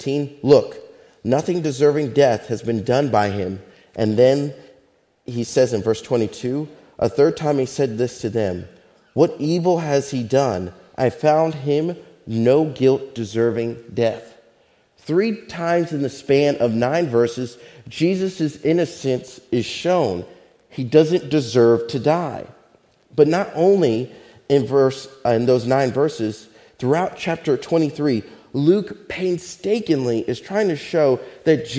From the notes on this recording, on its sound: Faith Baptist Church in Hamilton, NJ.